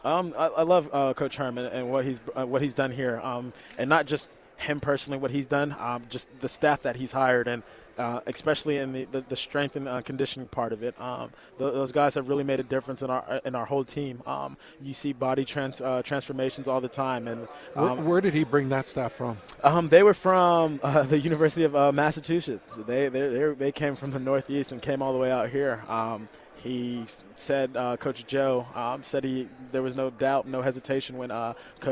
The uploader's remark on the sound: live at Pac-12 Media Day